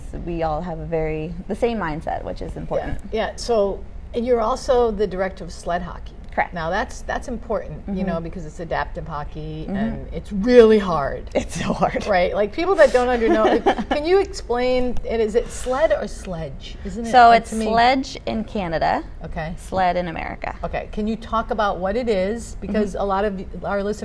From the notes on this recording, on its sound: Live from AdventHealth Center Ice